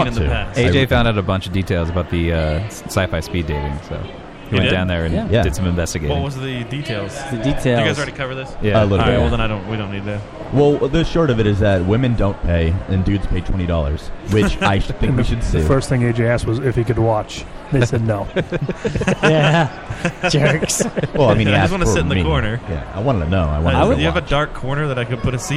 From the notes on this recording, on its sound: We are LIVE from Rhode Island Comic Con Day 2